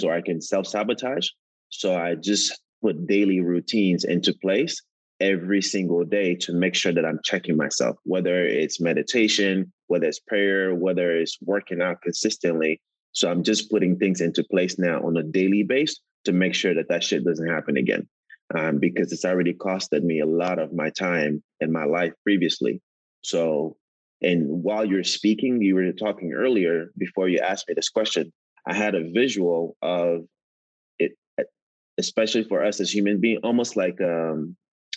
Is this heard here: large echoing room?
no